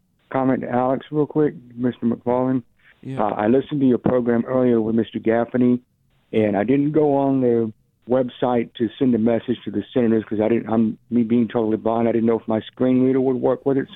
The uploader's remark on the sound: Back together in the studios live. Taking your phone calls.